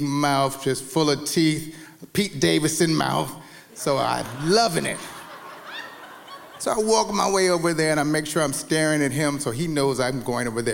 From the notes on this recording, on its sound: true stories told live on the Story District stage